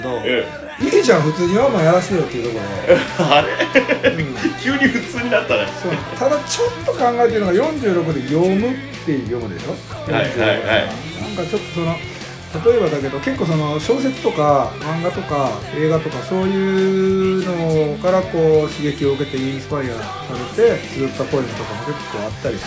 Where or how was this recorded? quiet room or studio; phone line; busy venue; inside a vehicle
busy venue